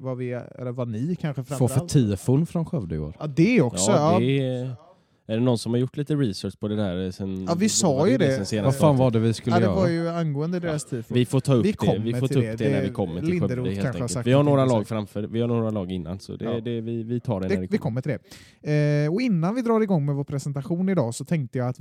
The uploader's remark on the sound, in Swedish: Vi ber om ursäkt för något svajigt ljud under intervjuerna. De spelades in under upptaktsträffen vilket gjort att mycket bakgrundsljud kommit med.